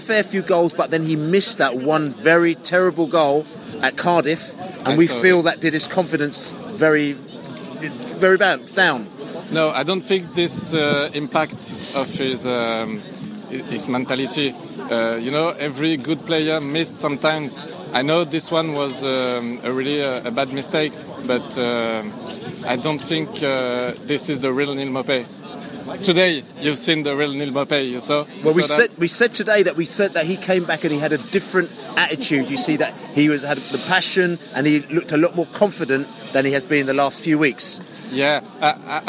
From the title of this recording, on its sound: post-match podcast from the pub